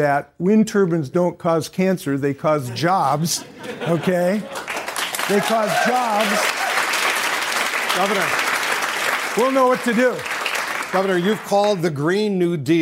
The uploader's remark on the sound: During a live town hall. In Washington, D.C.